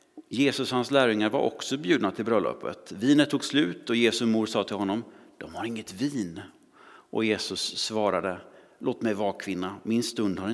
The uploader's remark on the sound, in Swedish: Inspelning från Immanuelskyrkan Skövde.